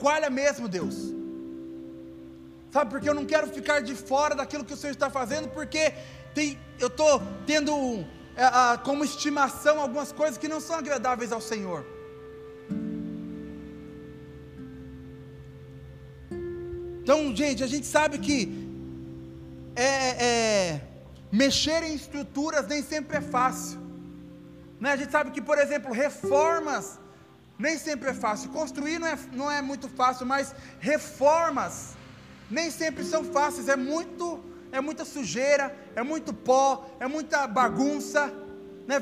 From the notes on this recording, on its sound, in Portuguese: Áudio do Culto de Domingo do dia 12/12/2021.